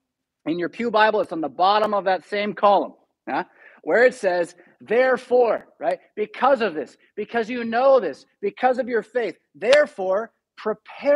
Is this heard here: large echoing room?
yes